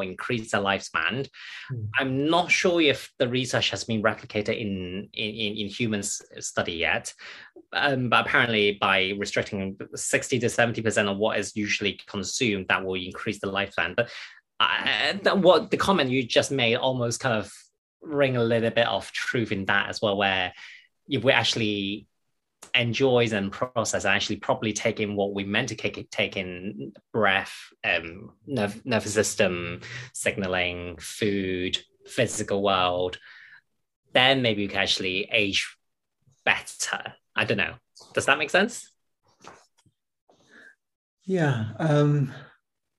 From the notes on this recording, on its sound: The webinar was recorded in July 2022.